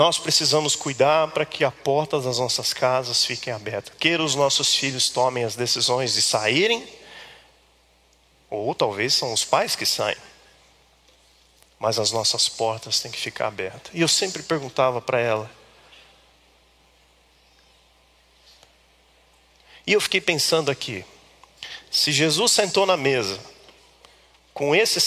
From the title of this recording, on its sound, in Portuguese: Culto ao vivo IBMorumbi